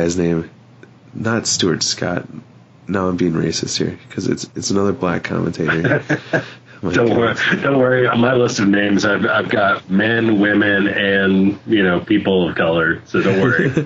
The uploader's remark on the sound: Interview recorded via Skype and my crappy ass laptop microphone.